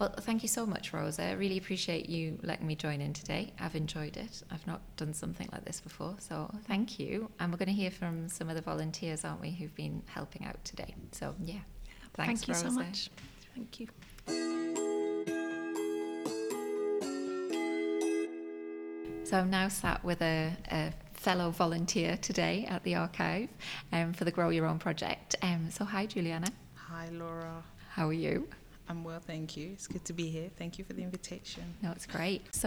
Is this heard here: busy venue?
yes